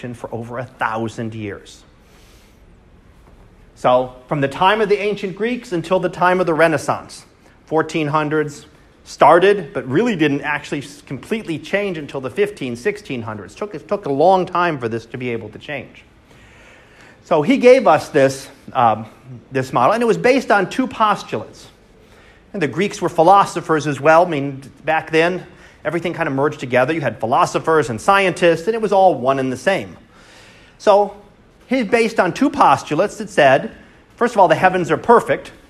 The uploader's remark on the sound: Live Class Lecture